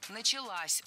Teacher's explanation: возвратная часть «с» притягивает ударение к себе